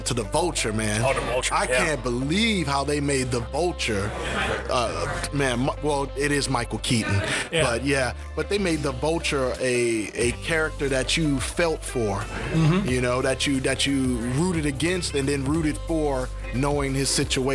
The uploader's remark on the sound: We have a series of Podcasts taped from the recent AWESOME SpoCon in Spokane Washington